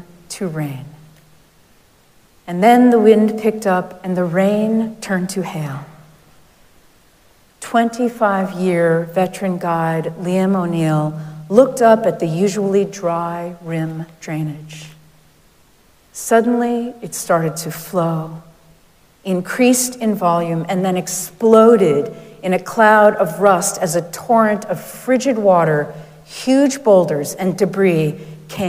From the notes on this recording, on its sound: Recorded live at Arlington Street Church